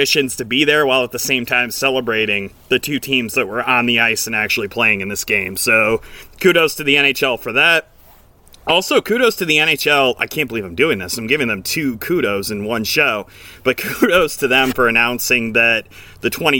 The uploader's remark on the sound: taking this postgame show outside!